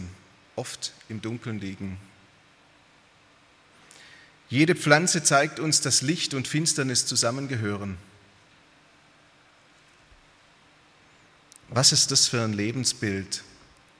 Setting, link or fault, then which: setting, large echoing room